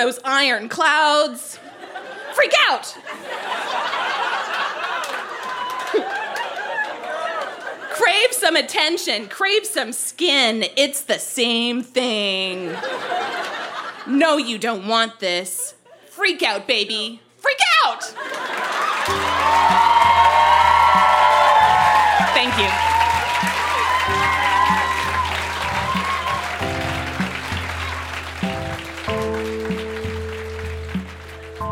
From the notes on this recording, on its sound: Recorded live at the Biltmore Cabaret in Vancouver, BC.